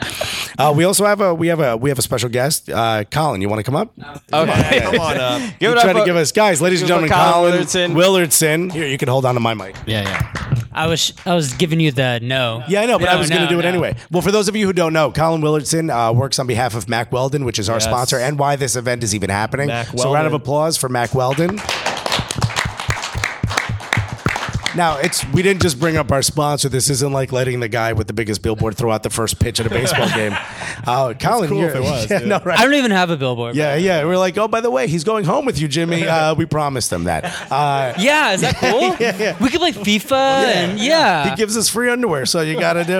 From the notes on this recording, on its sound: live at Upper 90 Brooklyn